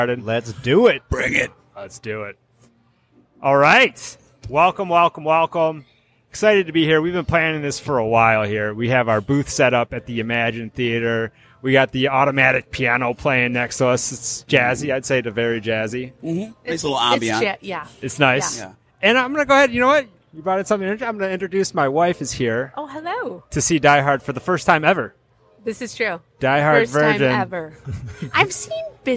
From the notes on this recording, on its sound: Live from Emagine Theater for the re-release of Die Hard 30th anniversary. The crew interviews Die Hard fans entering the theater.